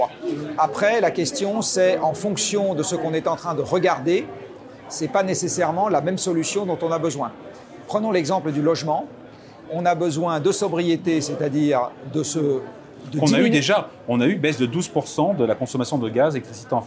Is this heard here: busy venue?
yes